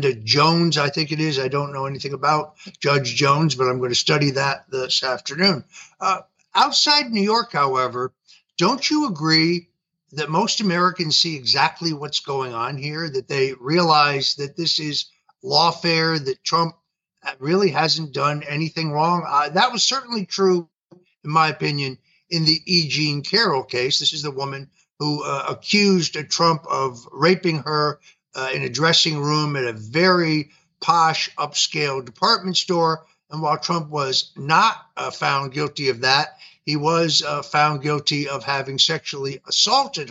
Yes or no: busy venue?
no